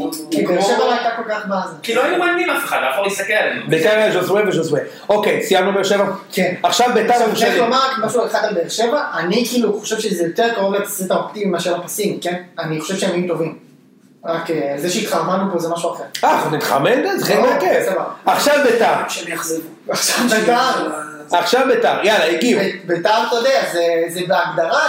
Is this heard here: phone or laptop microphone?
yes